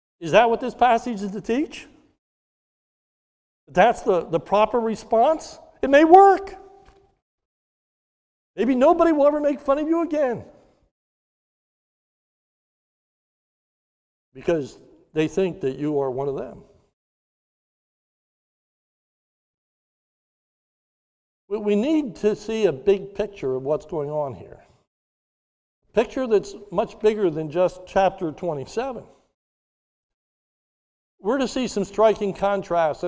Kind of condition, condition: setting, large echoing room